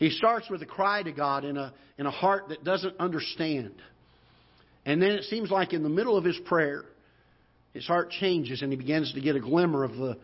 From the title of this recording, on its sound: Ketha Heights Baptist Church ~ Live Broadcast